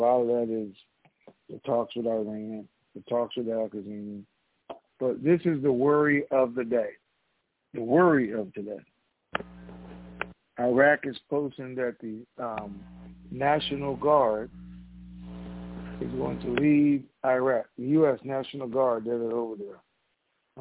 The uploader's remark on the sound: TNTSuperfantastic Conference Call